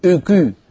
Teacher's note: ضم للشفتين يصاحبه ارتفاع لوسط اللسان